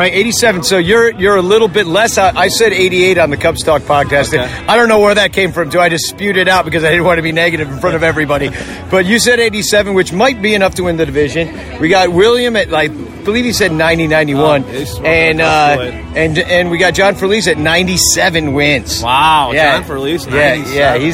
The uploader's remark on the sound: Live From the Club 400 Tent